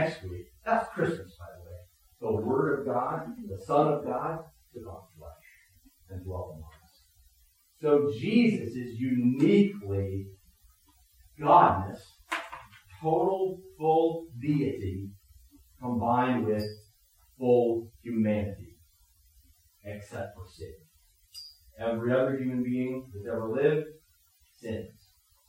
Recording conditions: poor sound quality